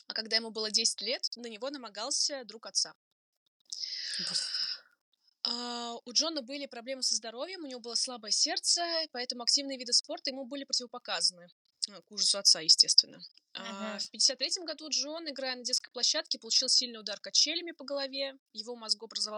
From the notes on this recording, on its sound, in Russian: В этот раз мы попробовали программу для записи подкаста и пребываем в ужасе от качества записи.